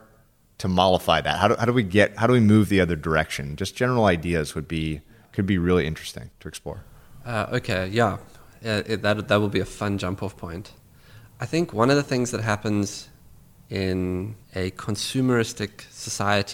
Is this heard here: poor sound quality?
no